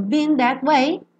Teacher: been that way, esse T quase não aparece